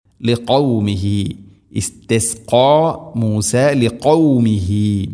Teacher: തൊണ്ടയുടെ മുഗൾ ഭാഗവും കഴിഞ്ഞ് ചെറുനാക്കാണ് ഖാഫിൻ്റെ മഖ്റജ്.